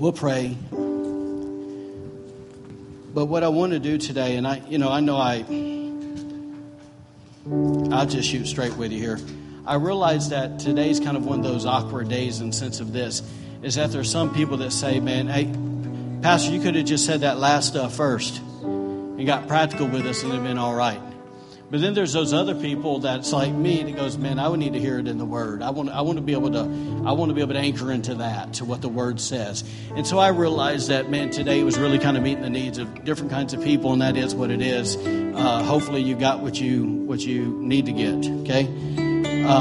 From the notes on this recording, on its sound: recorded during on Sunday, January 14, 2018, during Sunday morning services at The ANCHOR Church